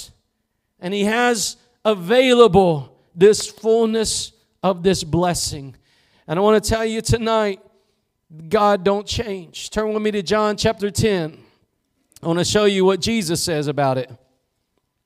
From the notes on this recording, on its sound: Preached at Gospel Lighthouse in Bossier City, La.